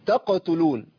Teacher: انا عندي تاء مرققه، قاف ساكنه مقلقله مفخمه.